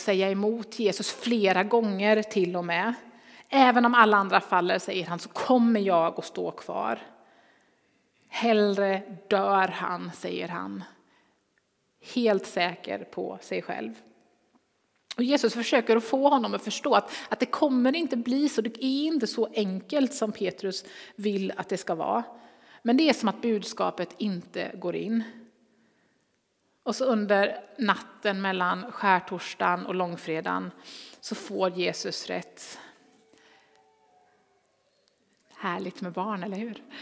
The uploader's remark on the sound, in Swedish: Inspelning från Immanuelskyrkan Skövde.